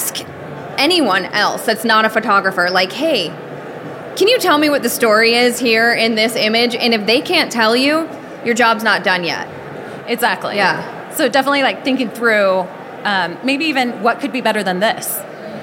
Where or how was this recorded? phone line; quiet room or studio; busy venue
busy venue